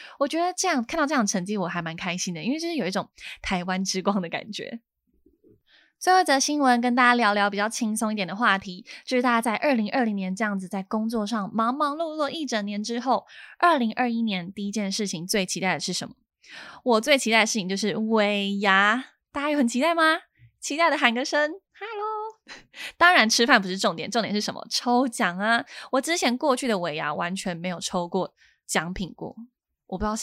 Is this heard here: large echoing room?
no